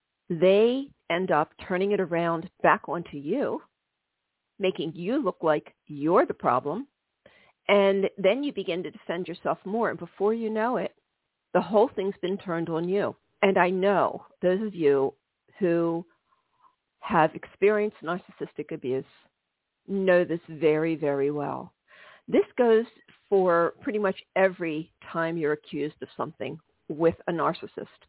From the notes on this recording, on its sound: This is a live call-in show.